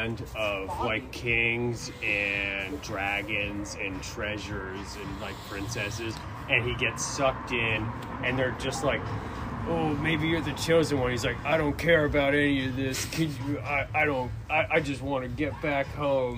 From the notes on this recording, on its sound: before the Midnight Mic at Funhouse Lounge in SE Portland